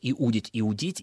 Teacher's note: ударение может быть и на корне, и на суффиксе, и во всех остальных формах ударение подвижно. · Term: акцентологических вариантов